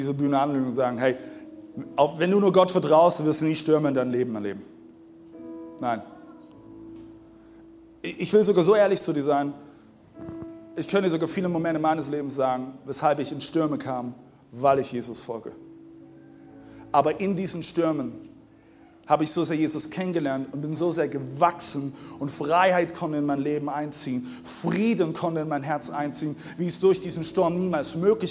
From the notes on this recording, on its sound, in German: Zeal Church Dresden. Audiomittschnitt der Predigt. Im Kurländer Palais in Dresden.